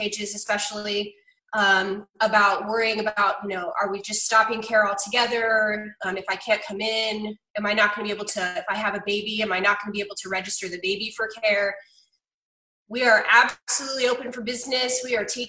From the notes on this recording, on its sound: COVID-19 Zoom Meeting. 436th Airlift Wing command chief, hosted a Zoom meeting with members of Team Dover.